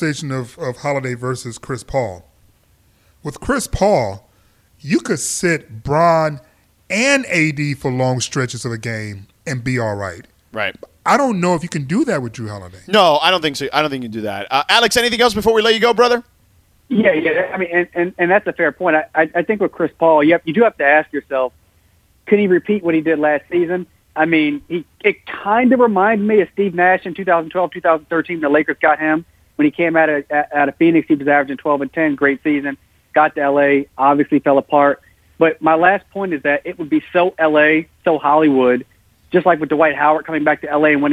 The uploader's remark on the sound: opens up the phone lines and boy does LA have a lot to say